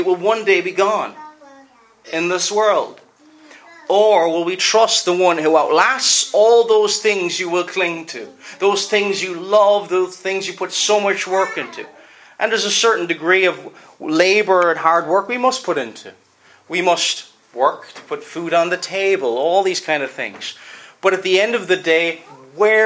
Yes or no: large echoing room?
yes